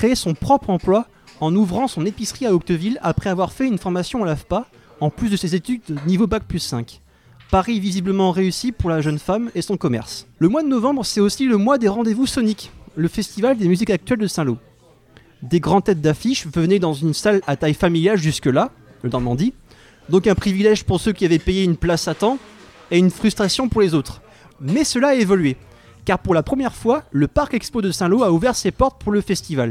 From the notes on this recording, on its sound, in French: Salut Coutances ! Enregistré en public au club.